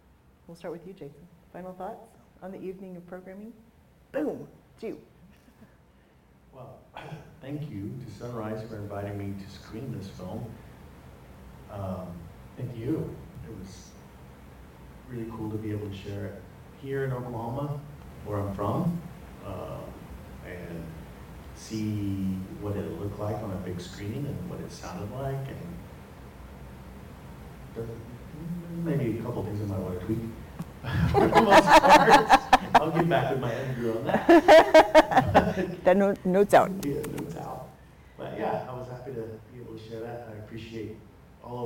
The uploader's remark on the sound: Live at Rodeo Cinema in Oklahoma City. HEADS UP: There are audio issues. Join us as we have a live discussion at Rodeo Cinema during Native Heritage month.